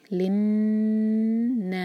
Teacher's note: नून पर शद्दा जब आता है तो हम गुन्ना करते हैं तो नून को होल्ड करेंगे